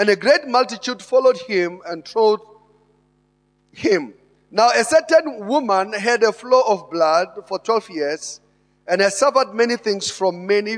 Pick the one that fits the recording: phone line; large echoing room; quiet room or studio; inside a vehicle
large echoing room